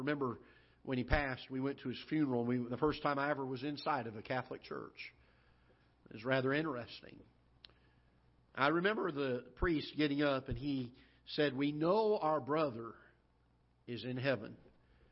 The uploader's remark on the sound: Ketha Heights Baptist Church ~ Live Broadcast